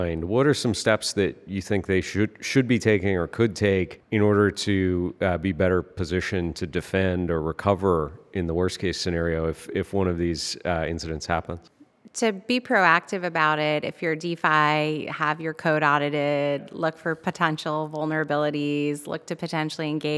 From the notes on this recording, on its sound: joined live from New York City at the Chainalysis Links Conference